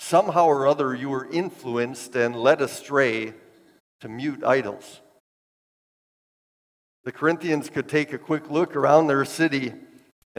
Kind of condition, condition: setting, large echoing room